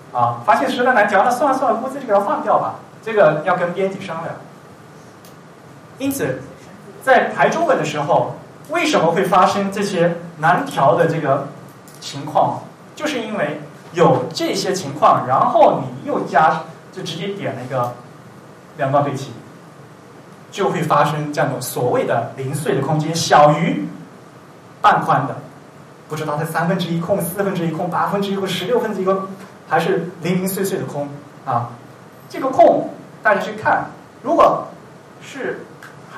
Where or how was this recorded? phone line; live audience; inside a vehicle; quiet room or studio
live audience